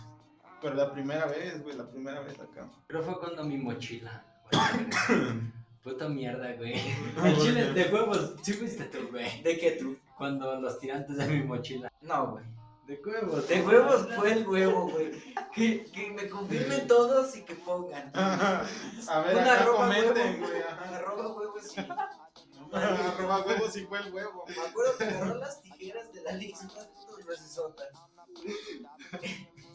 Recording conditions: poor sound quality